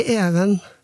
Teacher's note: Det er blitt en monoftong i stedet for en diftong